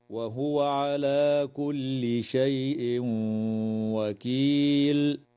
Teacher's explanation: يدغم التنوين في الواو مع الغنة